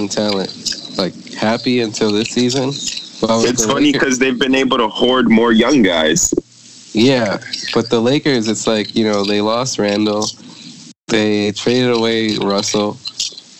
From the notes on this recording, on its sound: Our first pod outside the studio, kicking it on Skype.